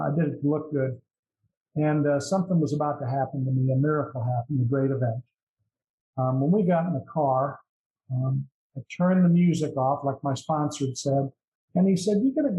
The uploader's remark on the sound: at the Broken Elevator zoom meeting held in March of 2022